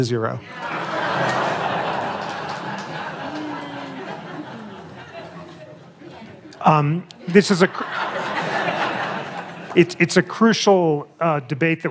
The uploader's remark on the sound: Live from the Aspen Ideas Festival